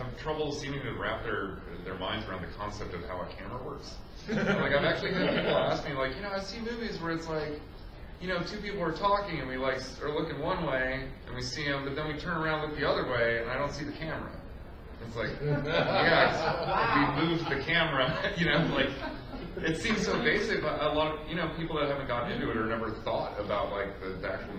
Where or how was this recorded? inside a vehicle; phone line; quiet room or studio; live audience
live audience